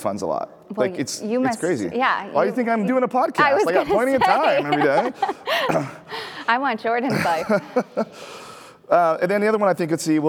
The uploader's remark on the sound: LIVE Interview. From the PaymentsEd main stage! I was invited to do a live taping of my show at PaymentsEd San Diego from the main stage!